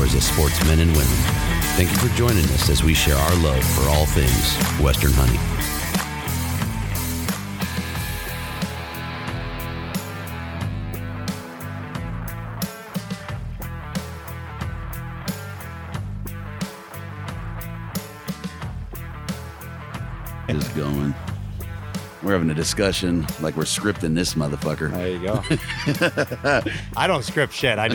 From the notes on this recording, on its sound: Mountain Archery Fest live episode. Live from Mountain Archery Fest.